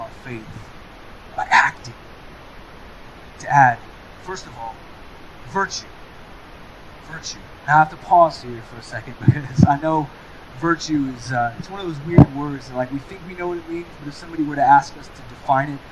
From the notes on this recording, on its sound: We are experiencing technical difficulties.